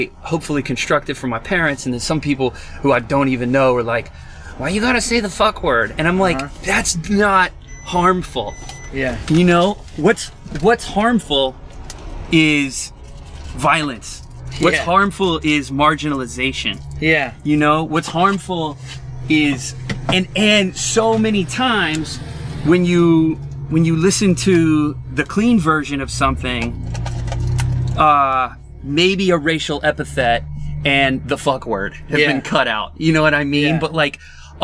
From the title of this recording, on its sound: from the van